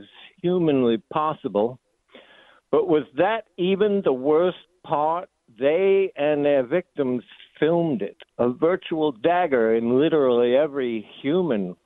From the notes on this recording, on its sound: The Rant Line happens first on Friday, so we play Rants and take phone calls.